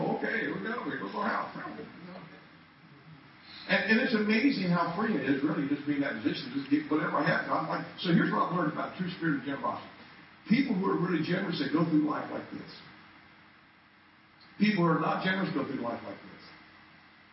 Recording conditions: poor sound quality